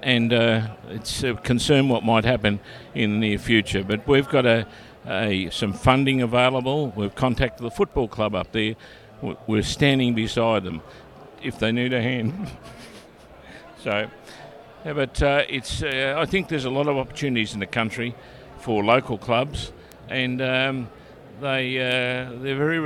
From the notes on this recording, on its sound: The original interview was recorded at the Multi-District Conference in Melbourne.